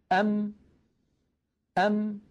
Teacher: انظروا إلى شفتي، أم كيف خرجت هذه الميم الساكنة؟ بتصادم الشفة العليا مع الشفة السفلى